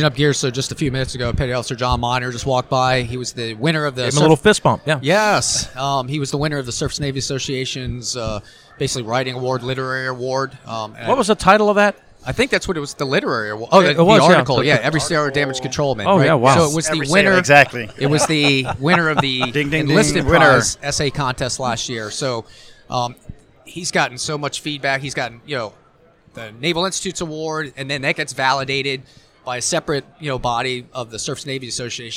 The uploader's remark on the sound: Force Master Chiefs Live from SNA.